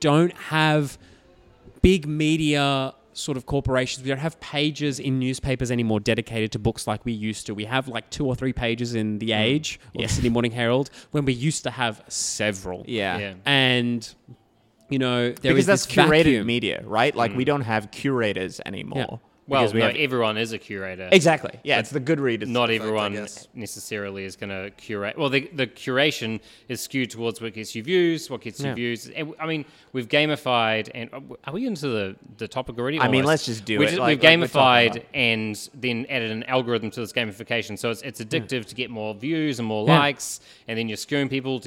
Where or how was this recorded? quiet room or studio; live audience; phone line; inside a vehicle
live audience